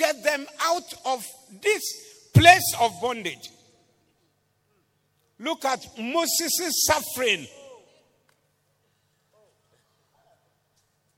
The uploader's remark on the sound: Preached at the Doxa Service